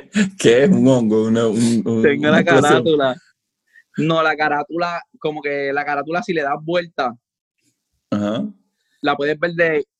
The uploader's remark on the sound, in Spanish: Hablamos vía Zoom.